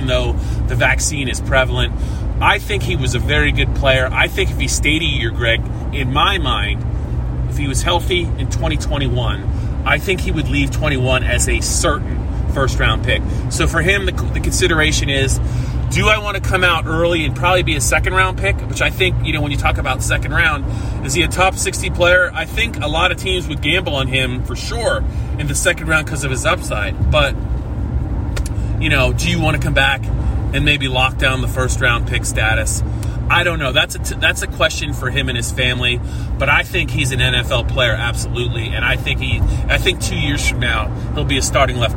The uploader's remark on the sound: Talk about the latest on the Lions while driving home from Beaver Stadium after the PSU-Illinois game.